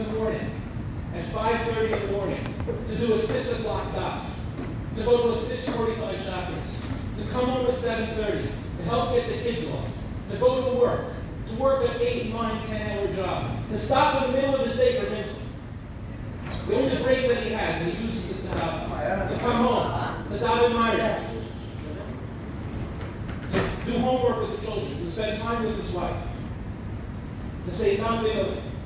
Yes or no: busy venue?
yes